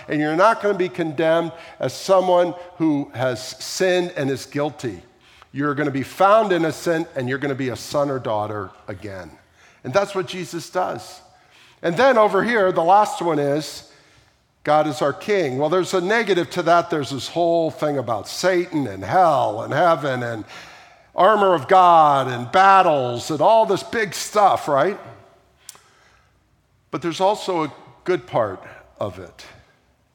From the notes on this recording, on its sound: at the April 9, 2023 Sunday morning services of Boca Raton Community Church in Boca Raton, Florida